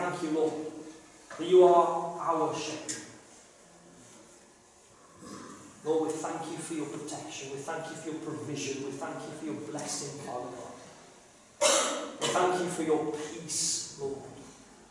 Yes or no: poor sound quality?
yes